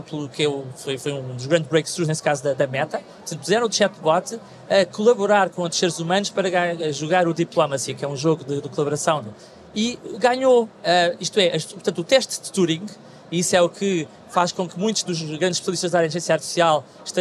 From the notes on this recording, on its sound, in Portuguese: Programa gravado ao vivo na Web Summit.